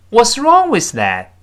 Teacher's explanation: 最后读快那个 that 还是失去爆破